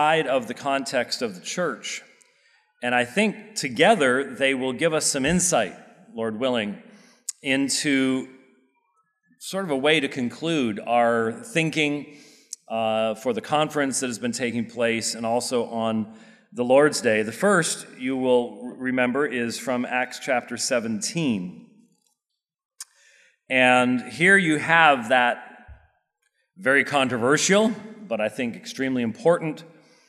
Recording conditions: large echoing room